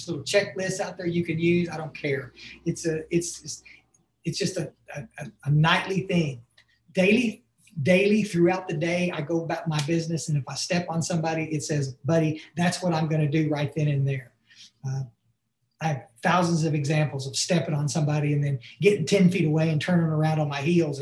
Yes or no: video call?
yes